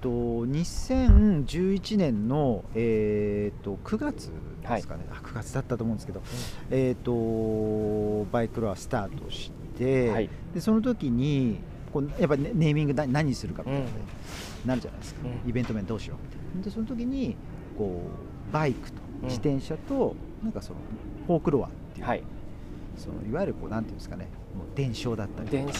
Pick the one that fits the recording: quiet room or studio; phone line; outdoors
outdoors